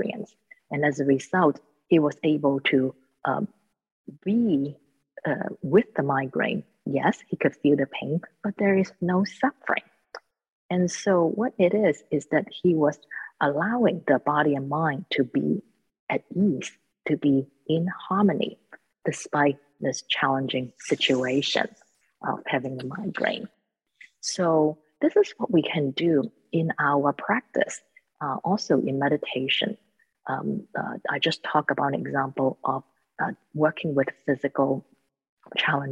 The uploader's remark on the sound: The Rubin Museum presents a weekly online meditation session led by a prominent meditation teacher from the New York area. This podcast is a recording of the live online session and includes an opening talk and 20-minute sitting session.